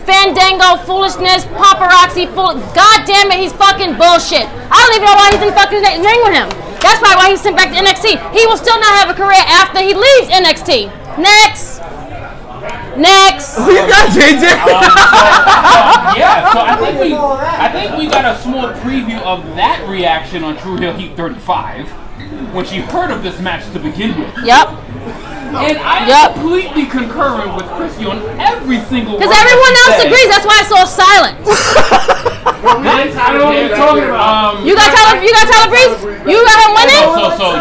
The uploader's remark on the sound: live at Legends for the AEW Double or Nothing viewing party